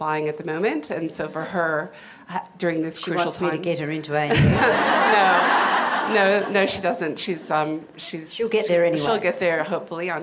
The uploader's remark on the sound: A Q+A at the CommBank Women In Focus Conference. Use of the audio from the Women In Focus conference.